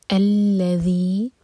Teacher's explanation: پہلا لیٹر ہے ہمزۃ الوصل، second letter ہے لام، تو فتح لگا کر پڑھیں گے الذی. اور ذال کے لیے ہماری زبان اوپر والے دانتوں کو ٹچ کرے گی، تھوڑی سی ٹپ باہر ہوگی